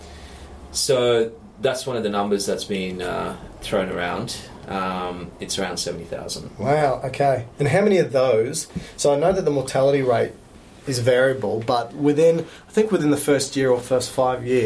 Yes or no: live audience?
no